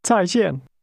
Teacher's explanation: pronounce that with two falling tones